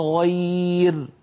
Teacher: فيرقق الراء لأنها ساكنة وقبلها ياء لين ساكنة · Term: ترقيق الراء